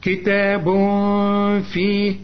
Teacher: تنوين وبعده فيه يحصل إخفاء مع الغنة